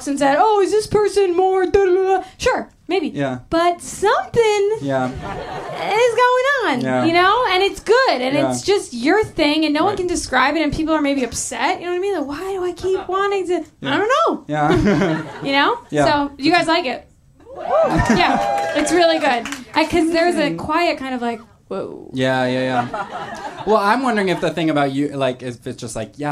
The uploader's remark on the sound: Live Show